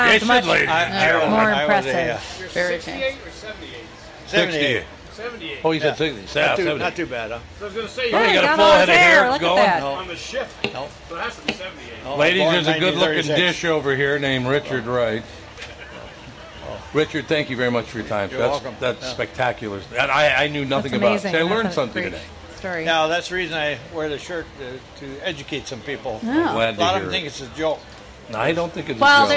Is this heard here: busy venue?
yes